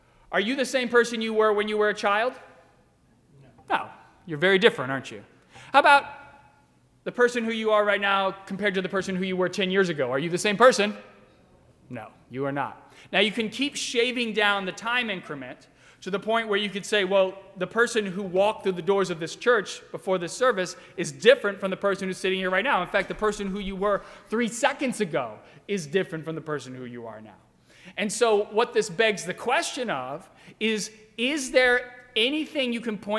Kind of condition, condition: setting, large echoing room